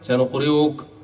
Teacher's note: ممكن تسهلها كالواو سنقرئك باعتبار حركتها سنقرئك، وممكن تبدلها إلى ياء باعتبار ما قبلها سنقريك، لكن أن تسهلها كالياء هذا مستحيل.